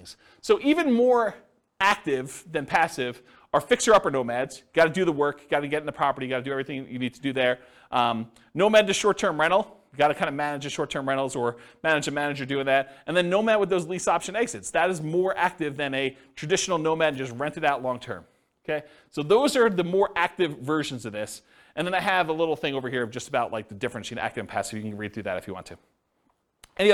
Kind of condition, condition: setting, live audience